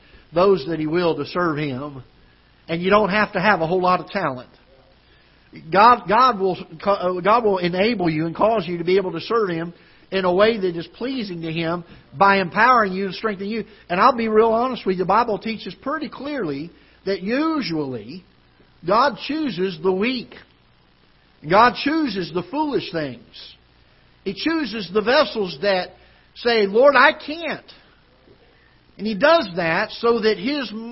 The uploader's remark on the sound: Ketha Heights Baptist Church ~ Live Broadcast